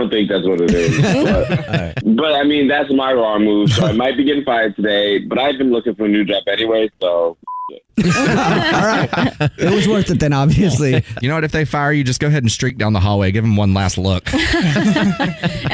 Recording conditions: phone line